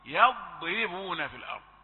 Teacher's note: الضاد مفخمة فلا تجعلها تؤثر في الراء المرققة، لا تقل يضربون يضربون، لا، يضربون في الأرض.